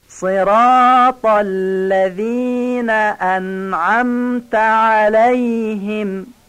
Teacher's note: همینطور که مستحضرید صاد با تکرار میشه در سراپا. ذال الذین رو دقت کنید، نازک و نوک زبانی گفته بشه. سراپا الذین عین انعمت و عین علیهما غلیظ گفته بشه.